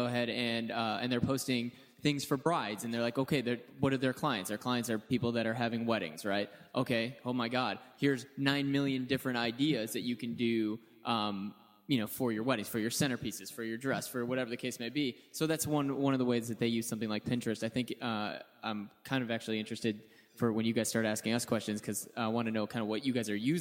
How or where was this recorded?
busy venue